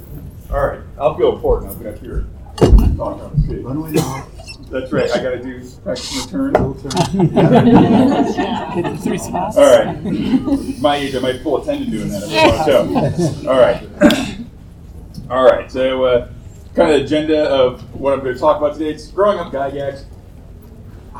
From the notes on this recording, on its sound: Recorded live at Tucson Comic-Con.